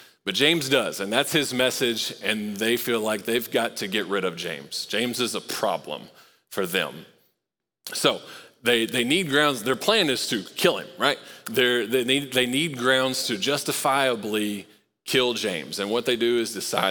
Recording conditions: large echoing room